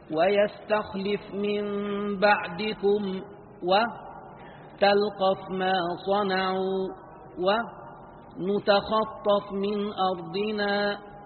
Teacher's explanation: الفاء وهو حرف متفش مهموس